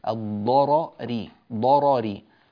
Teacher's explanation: الراء الأولى مفتوحة، الراء الثانية مكسورة، لا موجب لترقيق الراء الأولى فتبقى على تفخيمها، وهنا يوجد يعني ثقل في النطق قليلا في تفخيم الراء الأولى ثم ترقيق الراء الثانية، الضرري ضرري هكذا تنطق، وبعض الناس يفخم الراءين أو يرققهما وهذا غير صحيح، فهذا يحتاج إلى دربة وتمرين.